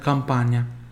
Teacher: o A sempre, sempre bem aberto